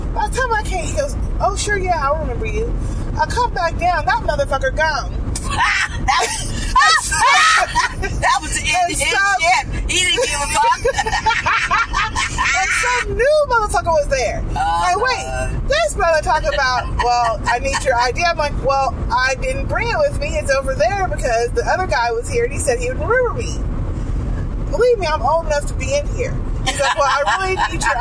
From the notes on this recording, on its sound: The audio quality is not the best but you will get the gist of what the trip was like.